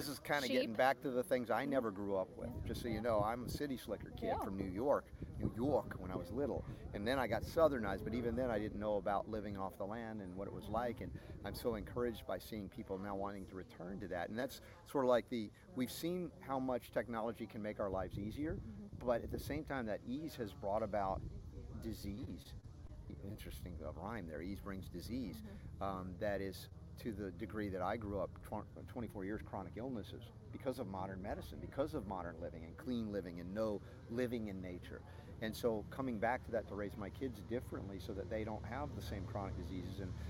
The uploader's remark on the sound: On location at Goody Farms in Joplin, MO